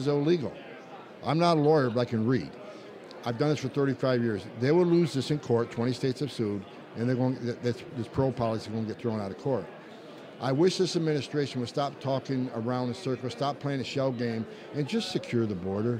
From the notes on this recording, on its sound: join the show from the Conservative Political Action Conference